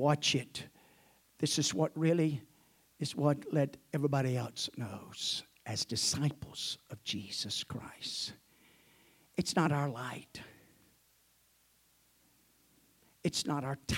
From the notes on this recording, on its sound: At the First Jesus Name Church of Benndale on the Sunday morning.